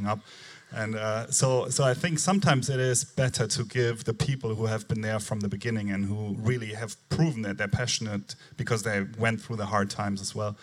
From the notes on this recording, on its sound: The latest Balderton Capital podcast is a recording of the panel session from the latest Doctorpreneurs Meetup, which was held at Balderton HQ.